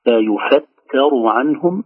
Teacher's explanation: نلاحظ ترقيق الفاء والتاء حتى لا تكون التاء مفخمة متأثرة بالراء بعدها، لا نقول يفتر، لا يفتر عنهم، المفخم فقط في هذه